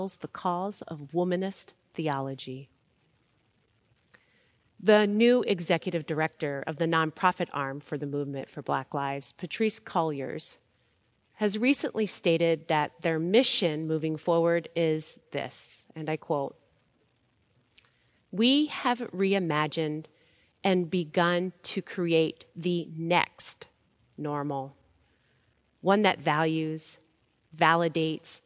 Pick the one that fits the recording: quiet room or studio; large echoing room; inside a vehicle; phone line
large echoing room